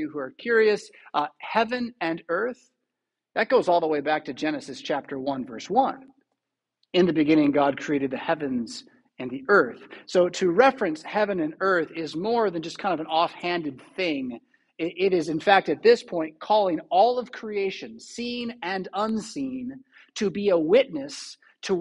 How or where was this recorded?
large echoing room